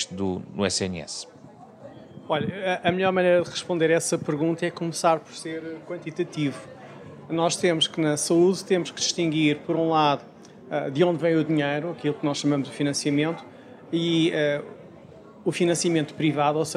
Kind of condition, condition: setting, busy venue